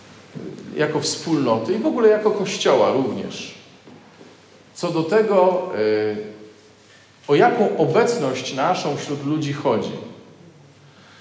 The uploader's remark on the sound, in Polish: nagranej podczas spotkania Koinonii w Malborku